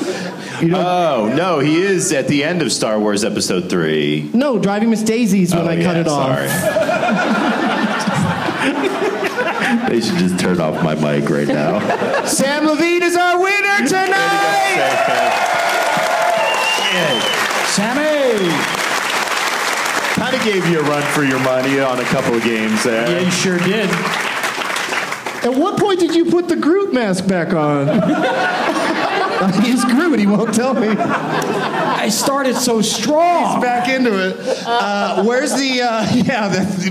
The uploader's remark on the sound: Live from Wise Guys in Salt Lake City